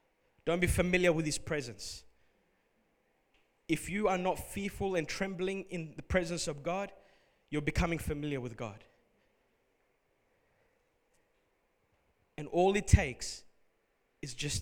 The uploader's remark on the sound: Recorded at Revive Church Melbourne